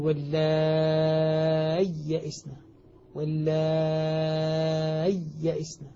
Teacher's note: الحقيقة المذهب الذي عليه القراء والعلماء هنا أنه يظهرها، يظهر الياء فينطق بياءين، وبعضهم قال ينطقها بياء وسكت لطيف حتى تظهر الياءان